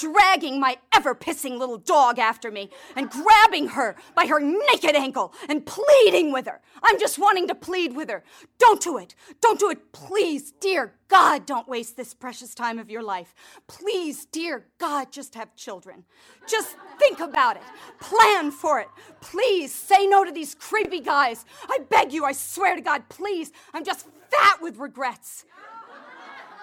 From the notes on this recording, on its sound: recorded at one of the earliest Afterbirth shows in Los Angeles in 2006.